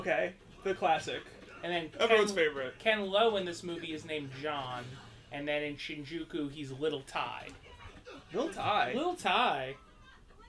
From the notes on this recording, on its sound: This one is different, because we watch it live, so you get off the cuff nonsense, some silence as we watch it. You can also hear the movie in the background.